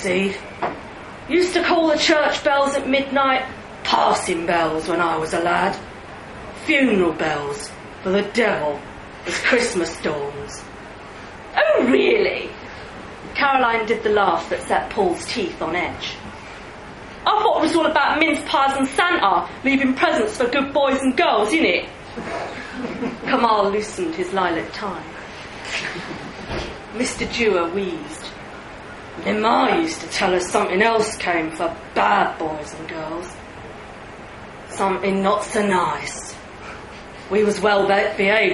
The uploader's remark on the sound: read live at the liars league